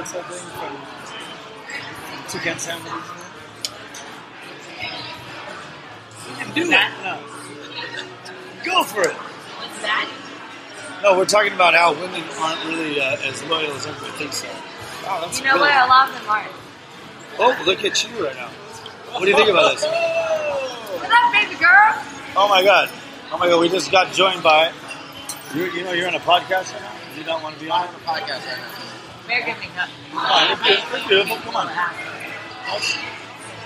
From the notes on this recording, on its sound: Live at the Old Crow in Hunting Beach